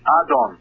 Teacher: And that can be proven and has been conceded by Jewish scholars because the word Aton is not pronounced with a T in Judaism or in Hebrew, it is pronounced with a D